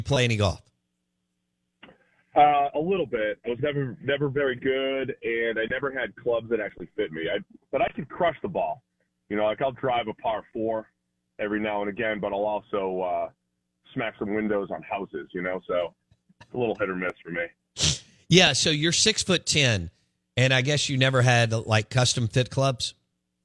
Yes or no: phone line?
yes